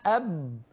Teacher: الباء من الشفتين مع انطباقهما